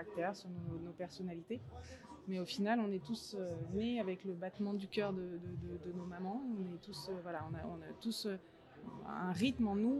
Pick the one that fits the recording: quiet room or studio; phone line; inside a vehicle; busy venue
busy venue